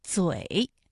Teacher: 它的平舌声母是滋 · Term: 平舌音